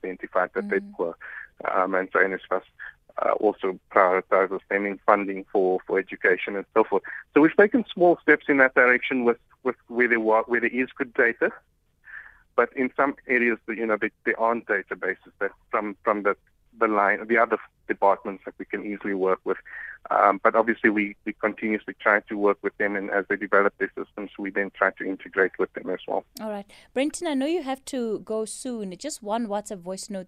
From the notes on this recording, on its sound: we are joined on the line